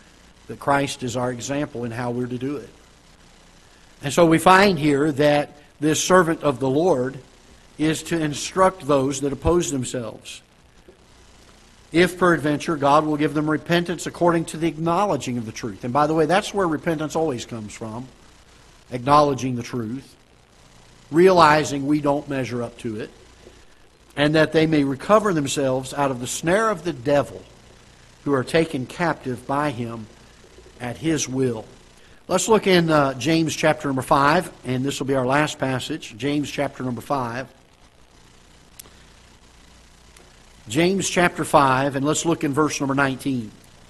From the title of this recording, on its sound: Ketha Heights Baptist Church ~ Live Broadcast